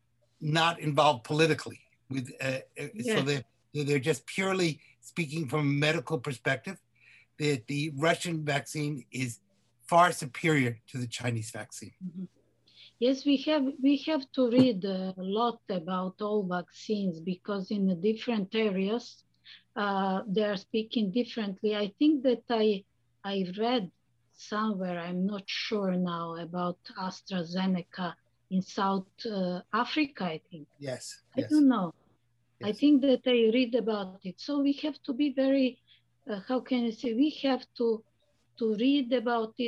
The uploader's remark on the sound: The World Tourism Network today facilitated a zoom meeting. Tourism Leaders of the World Tourism Network (WTN) including former UNWTO Secretary General met on a zoom call today to discuss.